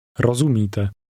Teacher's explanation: Notice again the rolling R which begins this word.